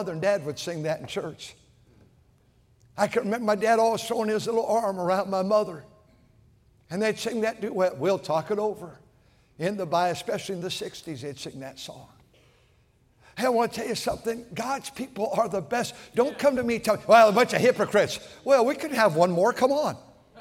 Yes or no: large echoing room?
yes